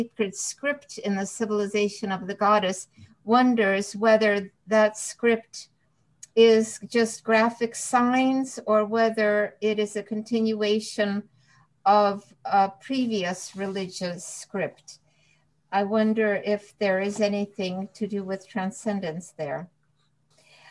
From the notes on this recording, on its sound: This panel was part of the virtual 2021 REECAS Northwest Conference. Is organized by the Ellison Center for Russian, East European, and Central Asian Studies at the University of Washington, Seattle.